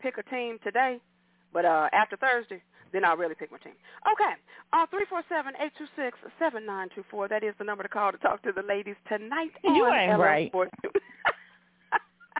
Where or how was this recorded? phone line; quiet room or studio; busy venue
phone line